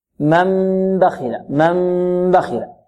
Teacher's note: النون تقلب ميما بغنة، وهذا الإقلاب يكون بغنة ويكون معه إخفاء، يعني الميم تخفى عند الباء.